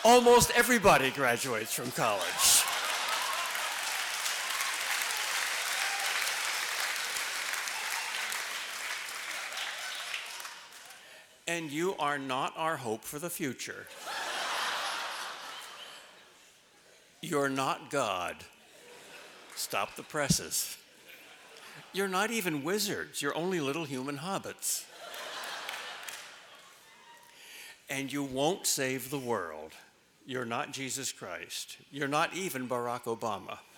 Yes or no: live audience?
yes